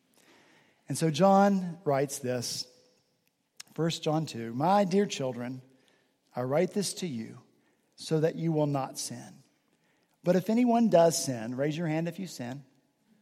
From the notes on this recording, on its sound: this past Sunday, November 5 at Redeemer Presbyterian Church in Charleston, SC